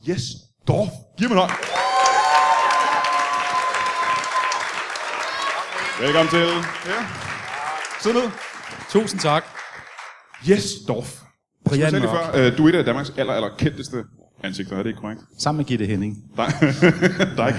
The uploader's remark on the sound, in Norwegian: LIVE fra Comedy Zoo